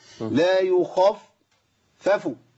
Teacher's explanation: ربما يقع القارئ في خطا وهو لا يدري بتفخيم الفاء الاولى فقط